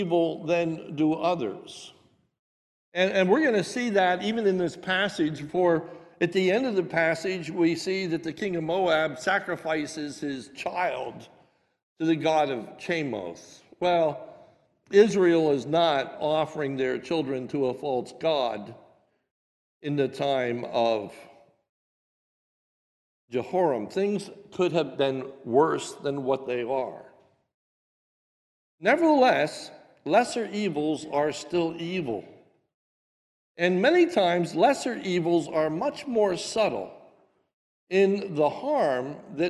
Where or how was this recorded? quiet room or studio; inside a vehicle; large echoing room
large echoing room